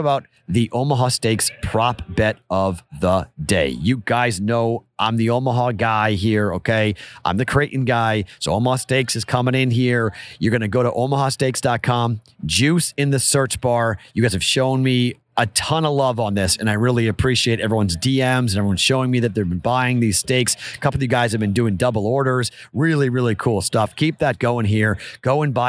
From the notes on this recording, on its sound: Live from Radio Row